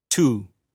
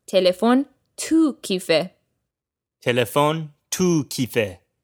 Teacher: the ye sound often gets dropped in conversation